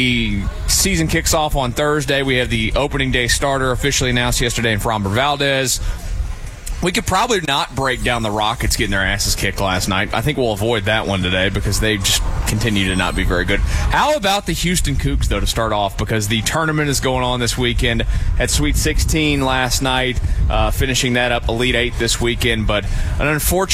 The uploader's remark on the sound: Live from Cactus Cove. A special episode broadcast live from the Cactus Cove crawfish boil.